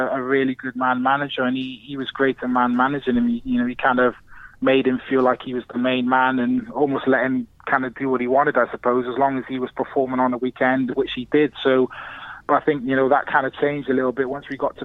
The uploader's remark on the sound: Joins from afar. Is on the phone this week.